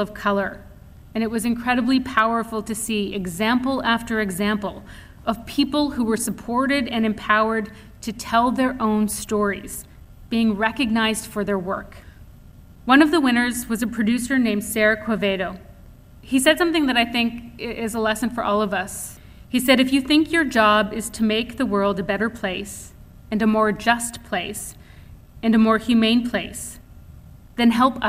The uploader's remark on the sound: Indigenous Speakers Series Lecture she gave at Vancouver Island University